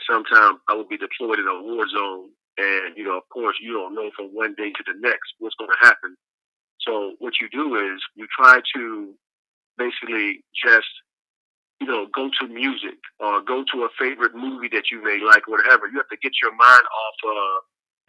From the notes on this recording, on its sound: I make a very special phone call to my father